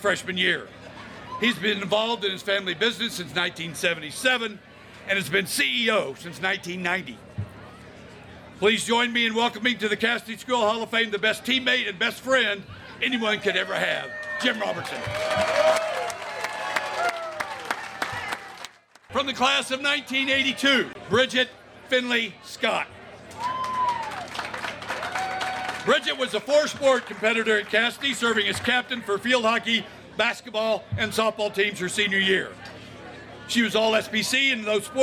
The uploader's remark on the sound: An audio recording of Casady School's 2021 Athletic Hall of Fame Induction, which took place on October 22, 2021.